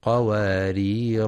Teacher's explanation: ينتبه القارئ برواية حفص في كلمة قوارير الأولى لإثبات الألف وقفا قوارير، وأكواب كانت قوارير وحذفها وصلا هكذا كانت قوارير قوارير من فضة.